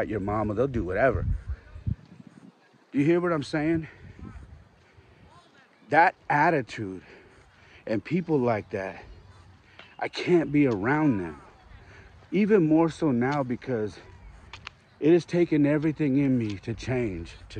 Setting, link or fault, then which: setting, outdoors